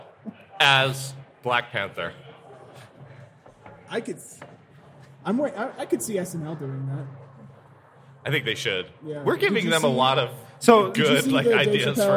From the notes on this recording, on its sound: Live from Wasatch Comic Con!